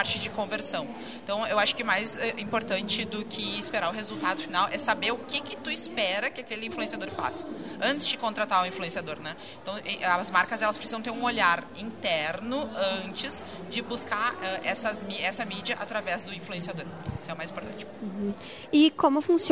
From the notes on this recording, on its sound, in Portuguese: Episódio especial direto do Festival Mundial de Publicidade de Gramado